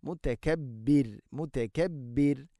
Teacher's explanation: റാഇനെ തർഖീഖ് ചെയ്യണം, നേർപ്പിച്ചുകൊണ്ട് ഉച്ചരിക്കണം